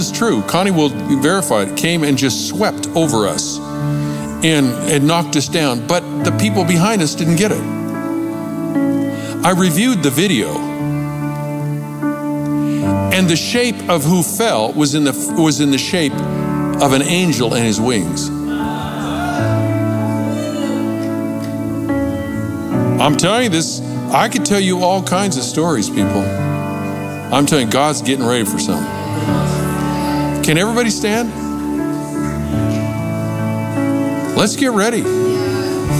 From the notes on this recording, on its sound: Recorded Live from Capital Church in Meridian, Idaho